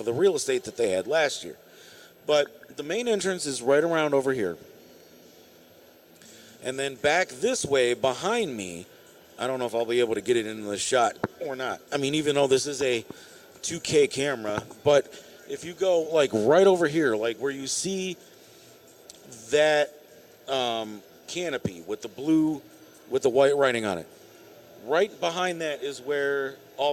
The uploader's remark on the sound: LIVE from the Summit Racing Equipment Piston Powered Auto-Rama!